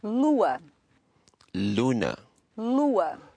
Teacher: But we lose the N in Portuguese.